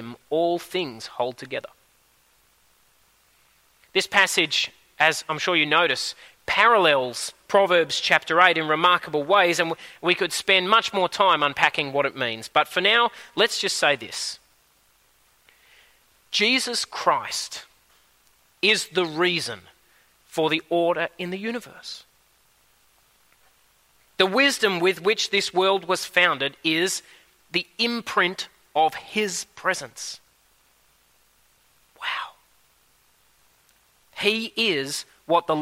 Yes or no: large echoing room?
yes